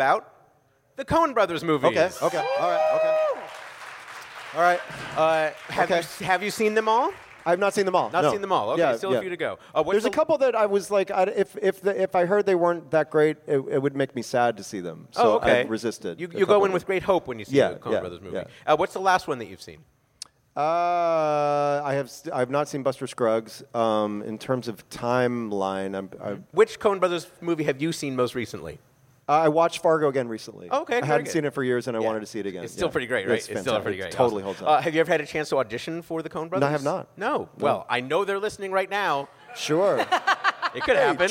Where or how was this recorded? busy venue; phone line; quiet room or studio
busy venue